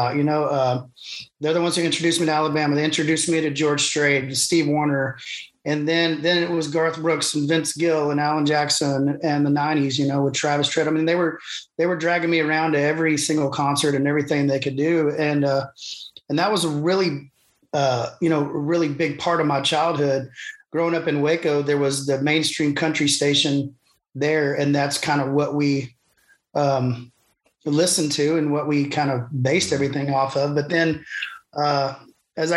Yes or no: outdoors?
no